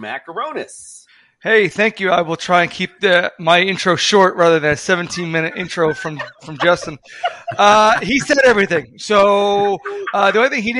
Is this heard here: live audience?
no